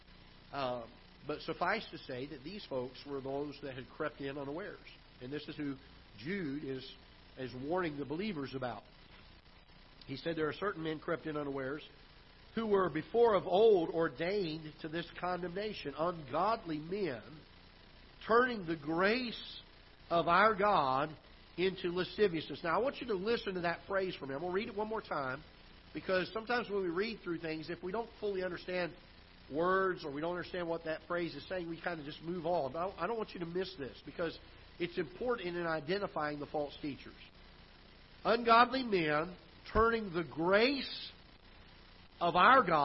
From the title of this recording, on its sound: Ketha Heights Baptist Church ~ Live Broadcast